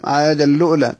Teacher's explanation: بإدغام التنوين في اللام ونقل حركة الهمزة إليها ثم بواو ساكنة